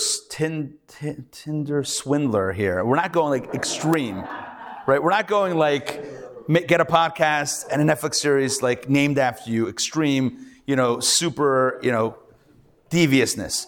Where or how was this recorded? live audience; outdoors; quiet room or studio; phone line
live audience